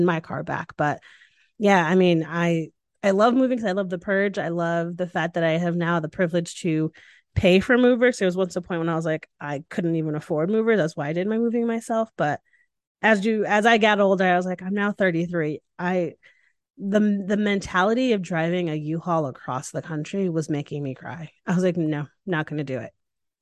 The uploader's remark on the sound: This podcast was recorded via Zoom.